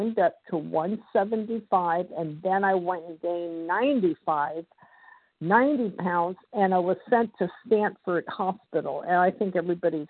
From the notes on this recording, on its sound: 100 Pounders Phone Meeting, 8/3/23